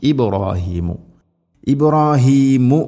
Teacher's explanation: ബാഇനെ ഖൽഖല ചെയ്യണം, അത് ശരിക്കും കേൾക്കണം. ഇബ്രാഹീമു ഇബ്രാഹീമു മീമിന് ദമ്മാണ്, ഇബ്രാഹീമൽ ഖവാഇദ് എന്ന് പറയരുത്.